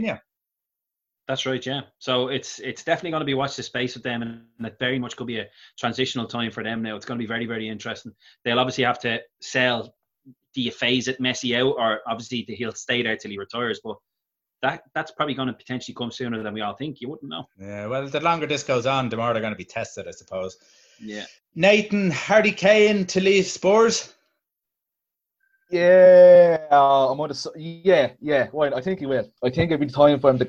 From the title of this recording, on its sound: Zoom Chat